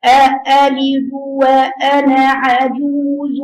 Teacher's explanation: كلمة أألد دي بهمزتين واضحين في قراءة حفص